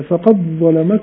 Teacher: لأن الدال والظاء ليس مخرج واحد، مش متجانسين